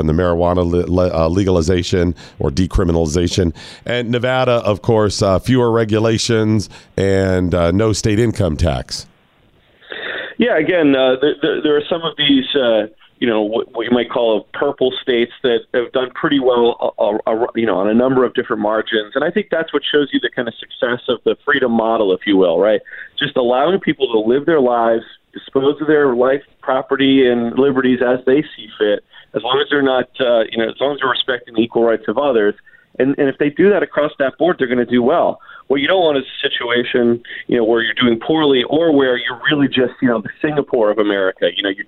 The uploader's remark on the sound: joins the show by phone